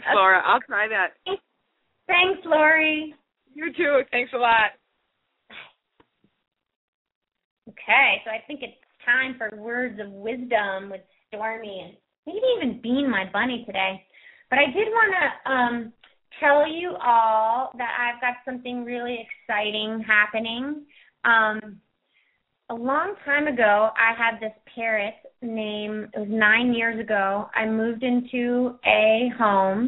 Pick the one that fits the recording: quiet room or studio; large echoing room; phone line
phone line